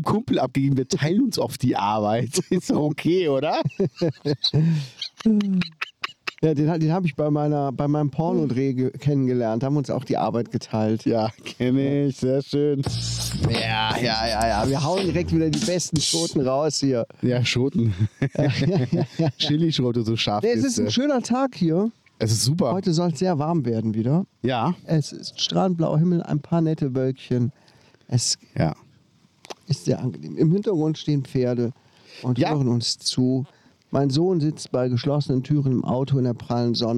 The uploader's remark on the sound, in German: wir haben uns draussen getroffen, haben wunderbar in der Sonne gesessen, aufgenommen